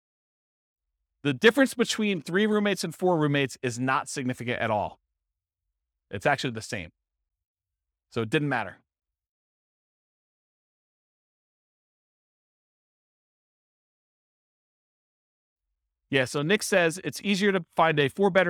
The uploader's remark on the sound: This was a live class recorded